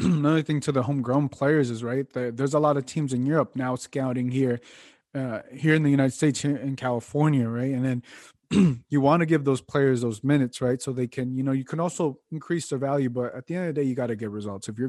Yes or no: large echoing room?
no